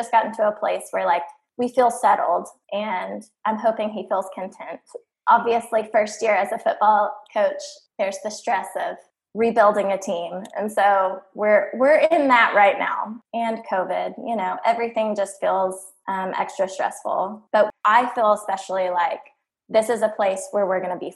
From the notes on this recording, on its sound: Due to COVID19 and online recording, sound quality is a work in progress.